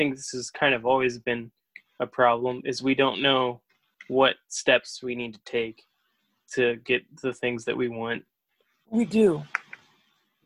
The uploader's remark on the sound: Zoom Edition.